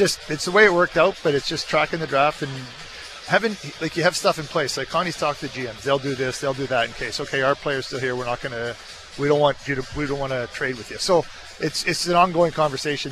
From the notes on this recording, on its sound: on the draft floor in Nashville